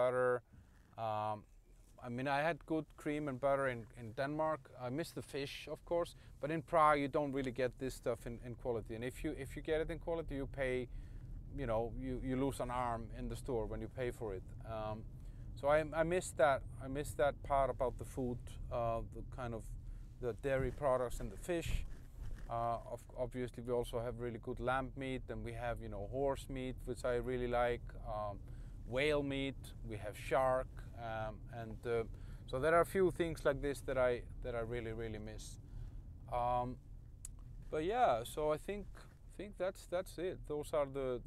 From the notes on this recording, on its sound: Ranting in the Car